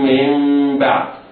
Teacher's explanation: من بعد إقلاب لوقوع الباء بعد النون الساكنة